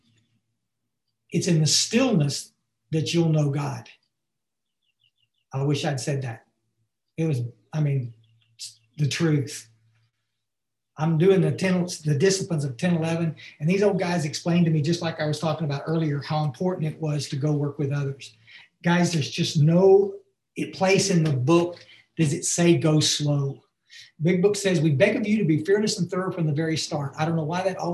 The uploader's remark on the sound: Barnsley UK Zoom meeting on 5-19-2021